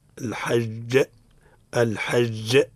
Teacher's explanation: قلقل لأن الجيم ساكن هنا سكون عرضي. نحن بينا ما معنى سكون عرضي، معناها المتحرك في الوصل والساكن في الوقف. · Term: قلقلة